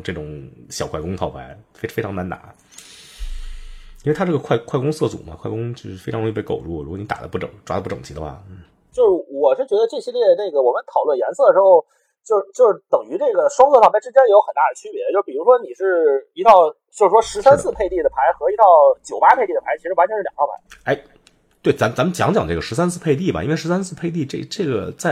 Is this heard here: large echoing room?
no